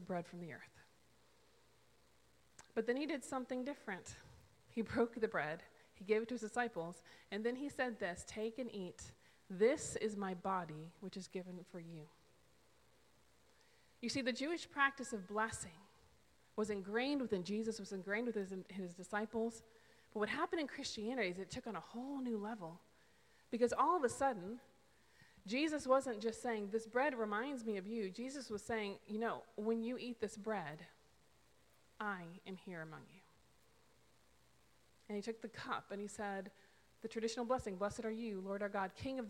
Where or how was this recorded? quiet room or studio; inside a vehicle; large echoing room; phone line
large echoing room